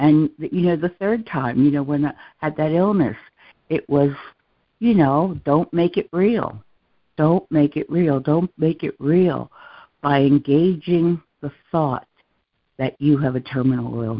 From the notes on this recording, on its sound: ACIM Daily Conference Call